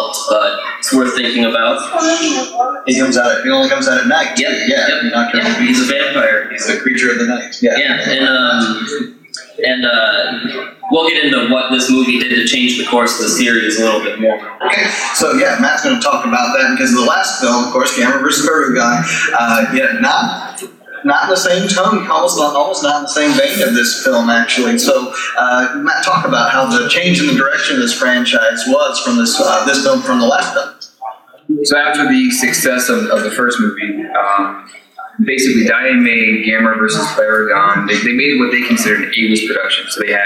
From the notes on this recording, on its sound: KT Live At G-Fest 2017. We present our 50th anniversary panel discussion. The audio on this one isn't perfect since the convention couldn't support some of our hardware, but we cleaned it up the best we could!